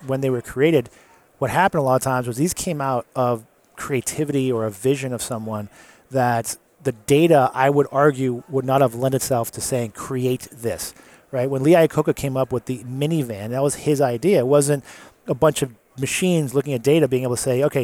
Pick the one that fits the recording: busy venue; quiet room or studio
busy venue